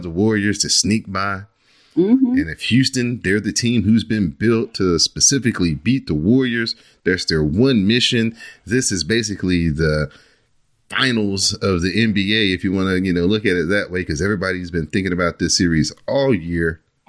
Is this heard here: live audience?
no